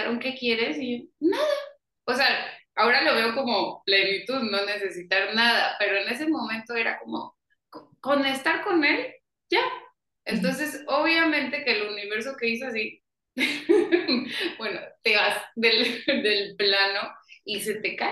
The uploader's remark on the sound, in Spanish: Algo pasó con el audio y mi micrófono